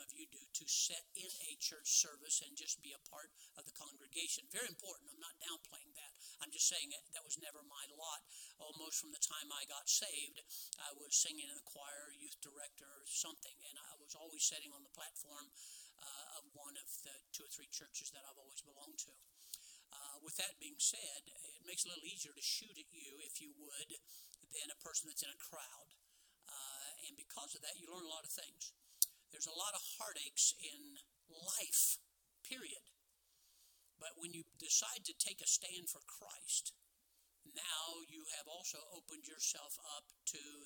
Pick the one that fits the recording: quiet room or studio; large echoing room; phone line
large echoing room